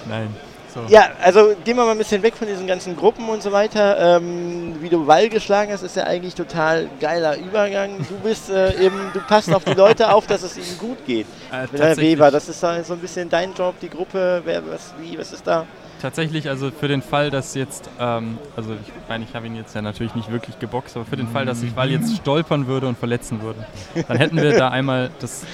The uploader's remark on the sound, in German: Interview auf der Gulasch Programmiernacht in Karlsruhe 2023. Über die GPN21 im ZKM in Karlsruhe.